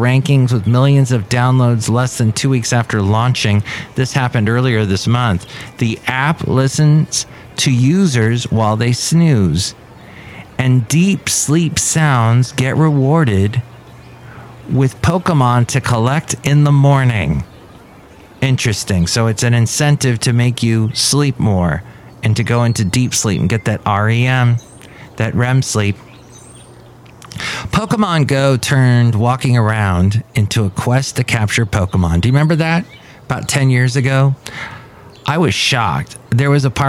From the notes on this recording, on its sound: Podcasts live from Café Anyway.